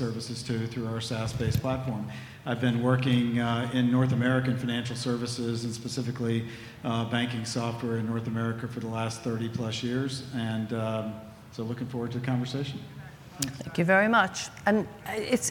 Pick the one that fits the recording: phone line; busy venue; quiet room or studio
busy venue